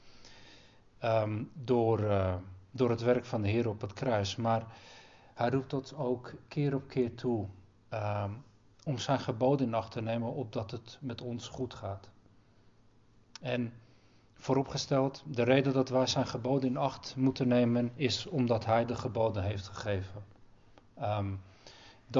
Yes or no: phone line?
no